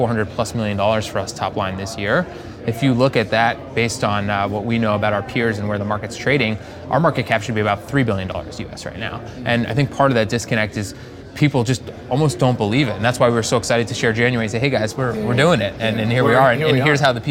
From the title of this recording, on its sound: TGSP on location: Gravitas Growth Conference